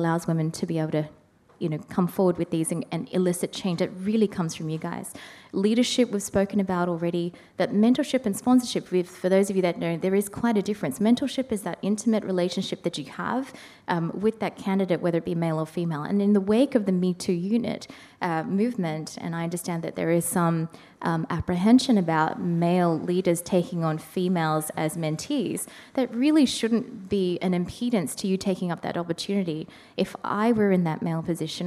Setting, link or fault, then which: setting, live audience